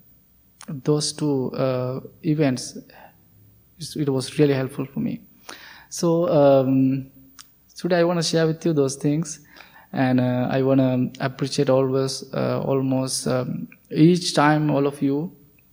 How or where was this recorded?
large echoing room